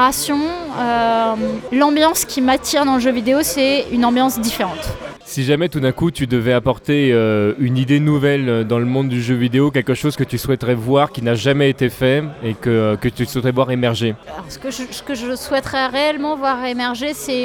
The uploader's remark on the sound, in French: enregistrée le 22 janvier dernier au " Canon de la Nation "